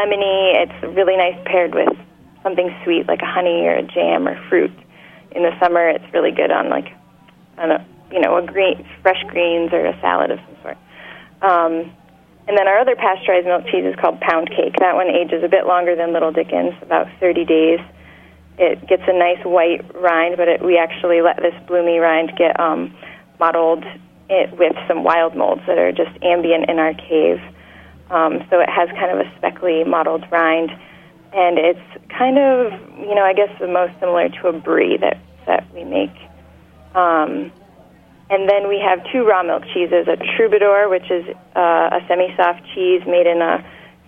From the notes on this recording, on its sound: joins the show via phone